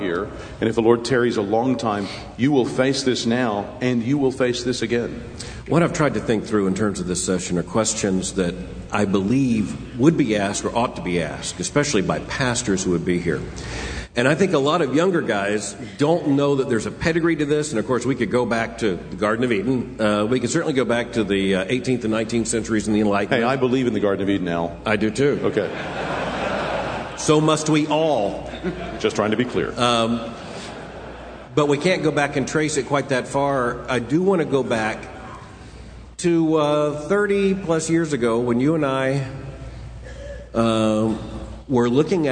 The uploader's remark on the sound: From the Shepherds' Conference - Inerrancy Summit.